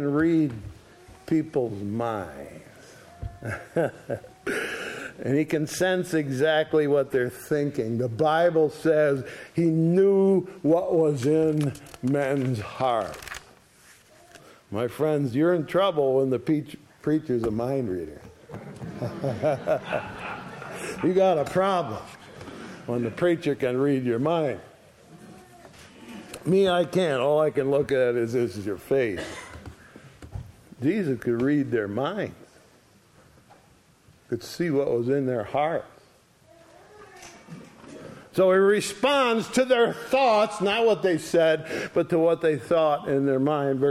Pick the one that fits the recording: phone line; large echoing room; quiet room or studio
large echoing room